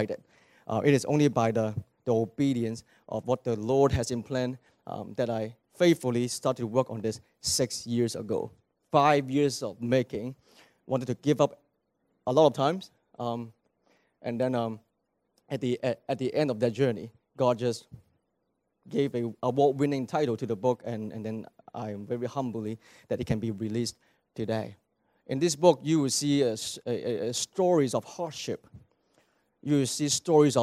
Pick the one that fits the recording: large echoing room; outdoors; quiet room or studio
large echoing room